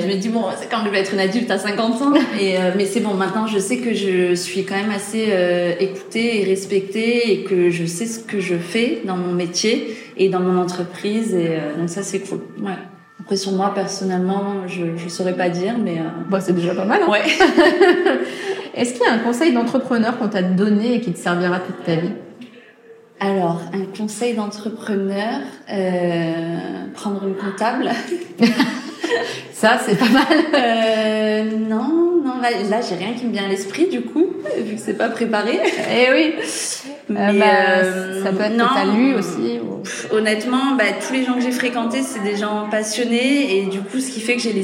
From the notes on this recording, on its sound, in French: On se retrouve aujourd’hui pour un nouvel épisode dédié au festival Andy ! Je me suis déplacée sur le Festival et j’ai interviewé plusieurs prestas qui exposaient. Tu entendras d’ailleurs l’effervescence qu’il y avait autour de nous.